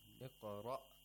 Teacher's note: Iqra, we need a glottal stop.